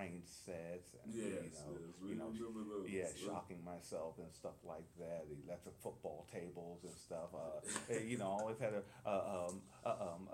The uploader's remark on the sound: Live Coverage of the NSBE43 Kansas City Missouri Convention attended by 11,000 Black Engineers